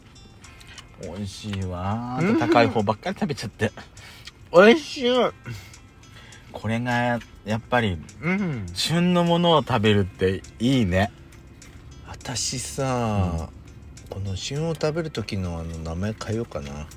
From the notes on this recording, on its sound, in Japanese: パーキング収録